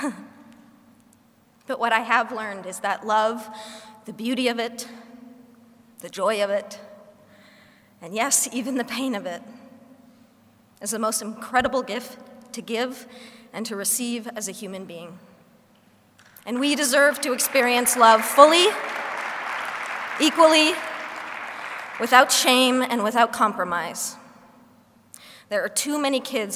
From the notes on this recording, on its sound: speech at the Human Rights Campaign Foundation’s Time To THRIVE conference